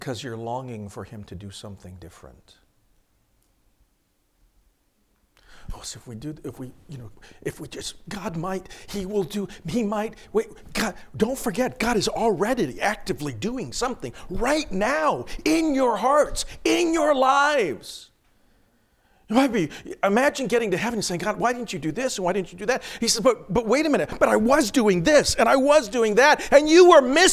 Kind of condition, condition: setting, large echoing room